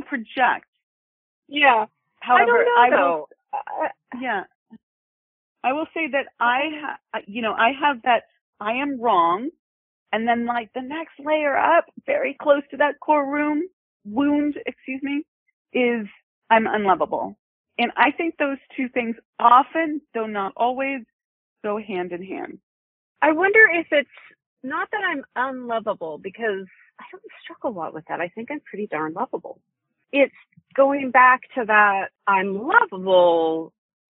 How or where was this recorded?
phone line